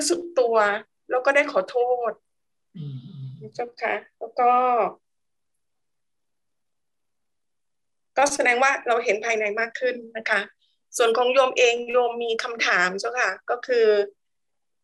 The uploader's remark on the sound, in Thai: เป็น 1 ใน 3 คอร์สออนไลน์ (ผ่านโปรแกรม Zoom).